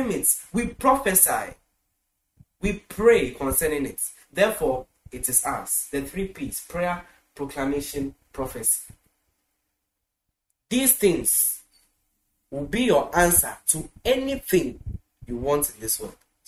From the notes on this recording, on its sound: Preached at the The Super Wednesday Midweek Service, Accra, Ghana.